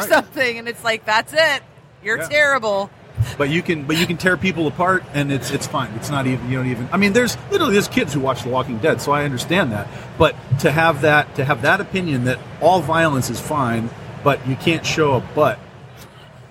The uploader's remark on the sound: Live from Motor City Comic Con